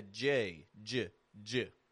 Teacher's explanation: I'm not making a regular D, D, but I'm making like a J